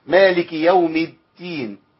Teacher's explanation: همس في الدال فحولها لتاء على طول